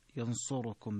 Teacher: والأولى إتمام ضمة الراء، ينصركم، بيان هذه الضمة